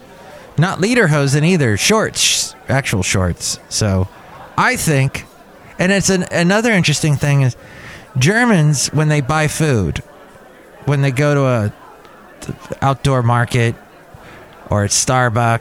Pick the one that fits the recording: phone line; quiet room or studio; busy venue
busy venue